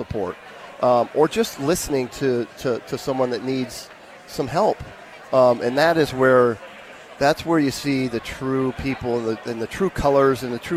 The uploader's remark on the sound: LIVE from Lincoln Airshow.